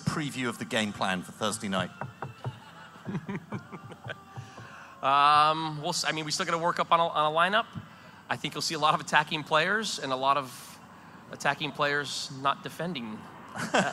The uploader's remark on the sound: MLS All-Star Special Live in San Jose. Live Show in San Jose, California.